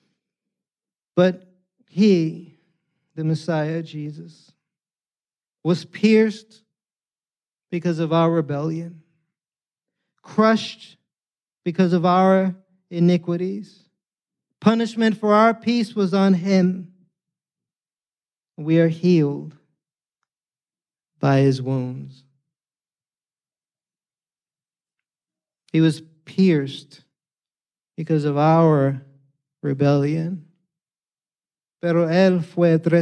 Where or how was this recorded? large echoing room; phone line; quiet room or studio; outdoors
large echoing room